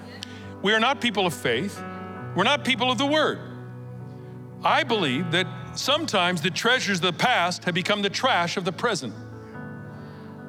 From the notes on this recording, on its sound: Recorded live at Capital Church in Meridian, Idaho